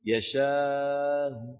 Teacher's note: يشاء يشاء، لأن قلنا التسهيل مع الروم يكون يشاء، يعني بنطق همزة مسهلة وصوتها منخفض ومضمومة